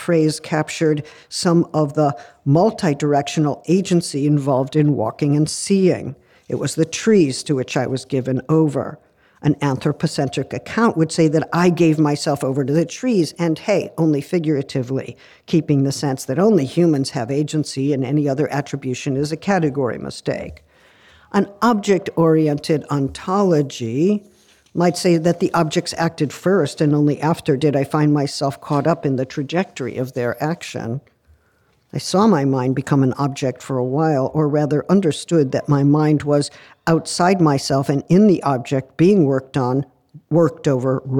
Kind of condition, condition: setting, large echoing room